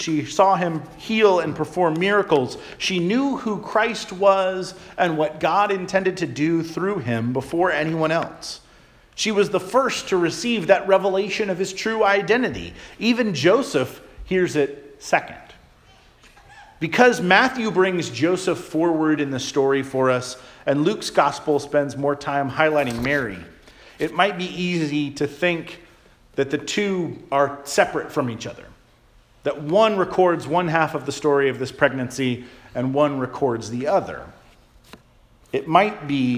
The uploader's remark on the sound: Charles Anglican Cathedral, Bremerton, WA.